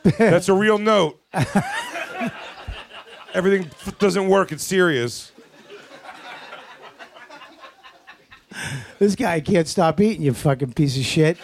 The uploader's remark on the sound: Recorded before a packed crowd at the world famous Village Underground in New York City!